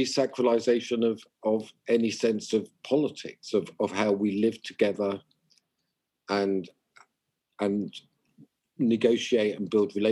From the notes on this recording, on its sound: Sorry for any issues with the quality of audio this time as we continue to record over zoom.